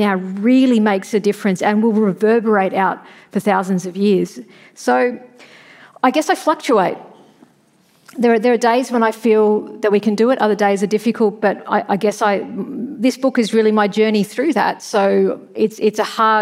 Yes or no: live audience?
yes